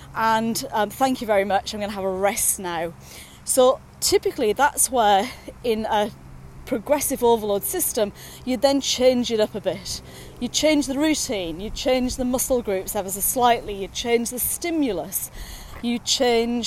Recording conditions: outdoors